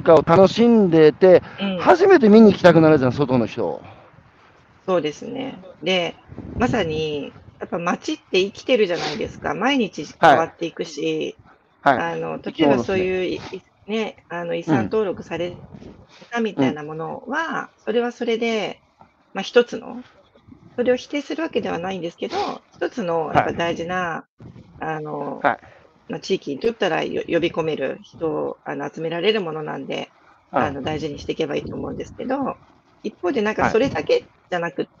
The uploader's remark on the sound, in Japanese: 歩きながら1時間、対談する。